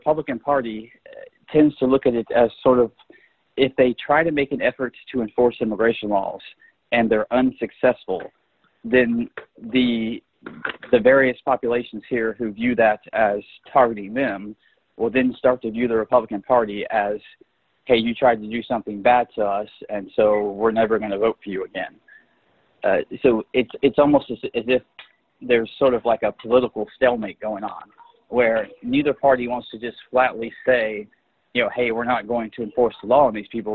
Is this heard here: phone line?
yes